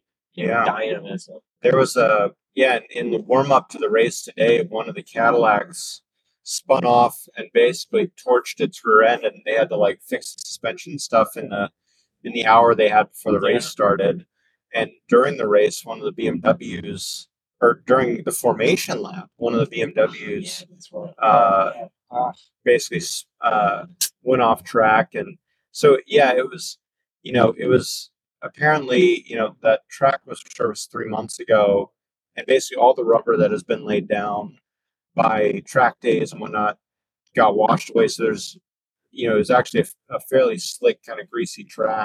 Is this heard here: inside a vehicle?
yes